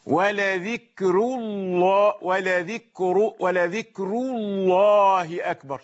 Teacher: شوف الراء في ذكر رقيقة، ولذكر، لكن هذا لا يجعله يرقق اللام لأن الراء مرققة، لا، ولذكر الله أكبر.